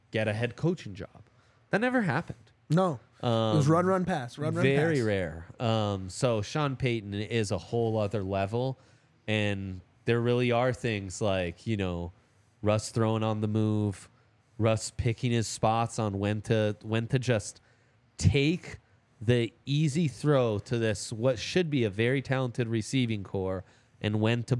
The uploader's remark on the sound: coming to you LIVE from the DNVR Bar